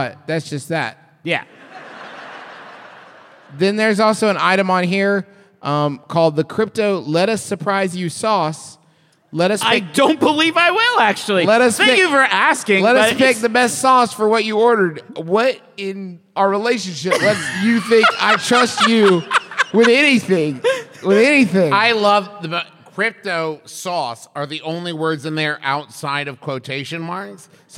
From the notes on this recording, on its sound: Live from Detroit, MI, it’s our best show ever for no reason at all.